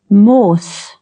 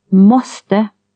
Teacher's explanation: Long O with lip rounding.